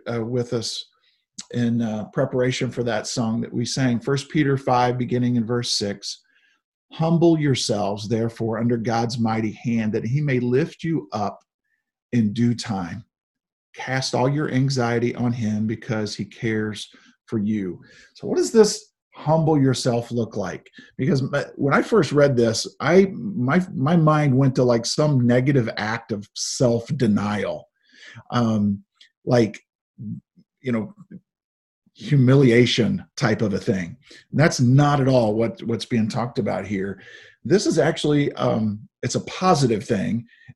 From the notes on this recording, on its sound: Zoom Sunday.